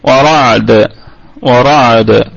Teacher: نقف على الدال بالسكون وتكون الدال في ثاني درجات القلقلة أي قلقلة وسطى، قلقلة وسطى لأنها ساكنة متطرفة، ساكنة متطرفة تمام كده.